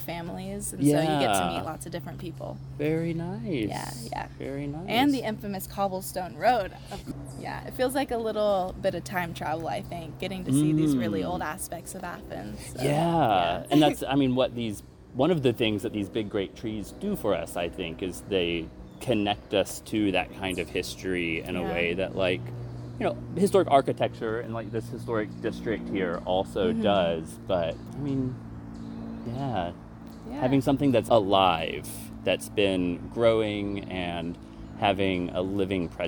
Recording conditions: outdoors